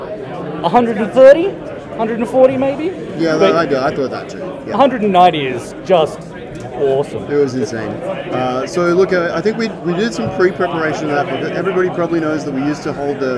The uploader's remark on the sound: A slightly experimental episode with a lot of noise, but it's a series of short interviews with about 10 or 20 people from Australian Highlander Nationals